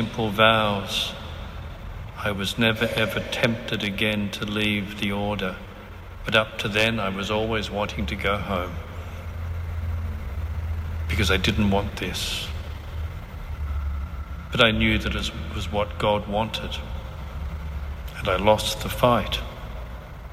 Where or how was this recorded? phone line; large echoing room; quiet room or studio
large echoing room